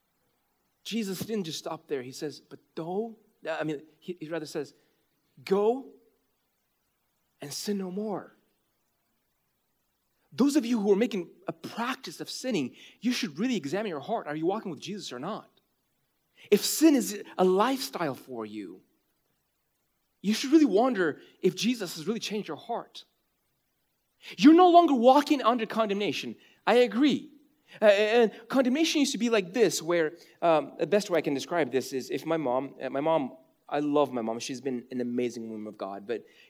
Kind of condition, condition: setting, large echoing room